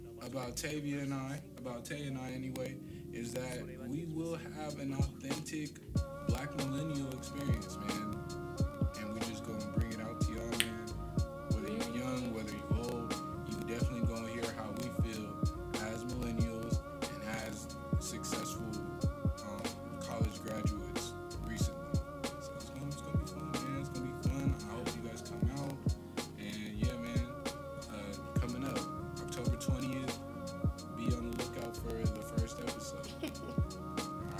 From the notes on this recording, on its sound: PLEASE FORGIVE THE STATIC! We tried our best to get rid of this issue.